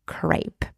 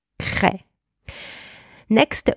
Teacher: in the French version, the E is pronounced E and not A · Shown in: second take · Crêpe and not crepe.